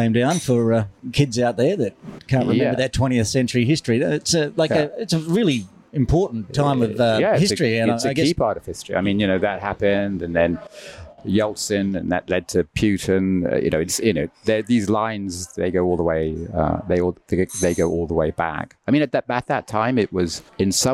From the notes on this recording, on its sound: Recorded live at Elephant Grounds Café in Causeway Bay, over a cup of tea.